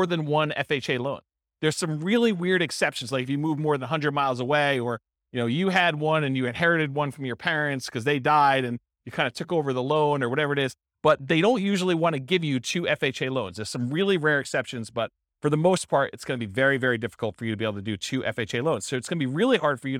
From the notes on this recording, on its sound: This was a live class recorded